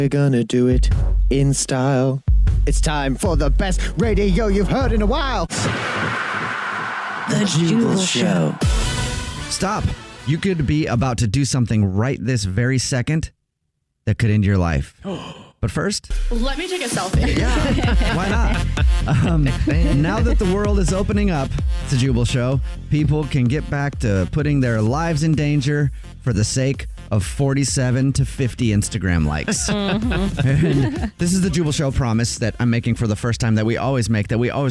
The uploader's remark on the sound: A Phone Prank